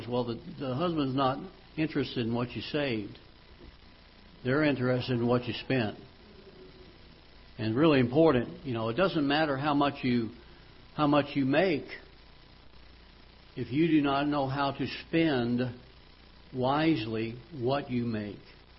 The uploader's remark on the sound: Ketha Heights Baptist Church ~ Live Broadcast